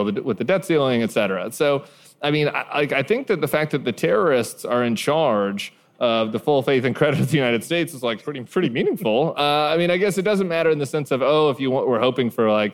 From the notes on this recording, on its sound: Live From LA. A live show from the Avalon Hollywood.